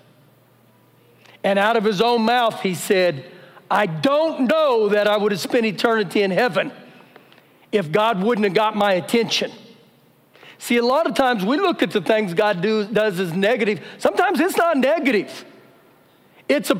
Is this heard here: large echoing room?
yes